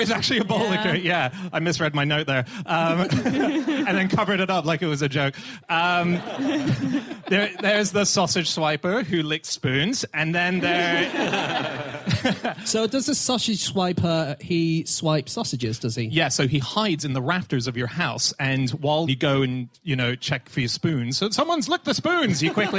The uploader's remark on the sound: live from Up The Creek in Greenwich